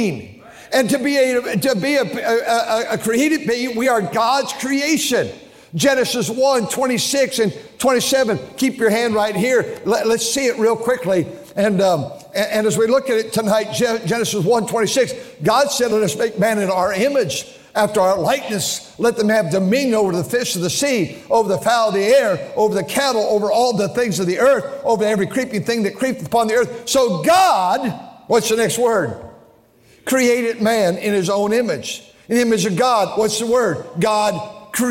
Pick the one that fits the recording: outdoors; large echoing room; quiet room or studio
large echoing room